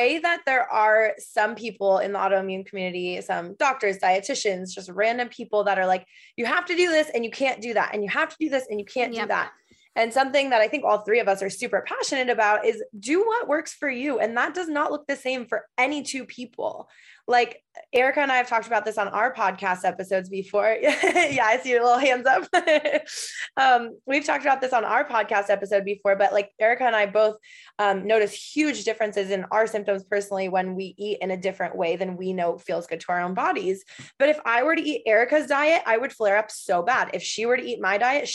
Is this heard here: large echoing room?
no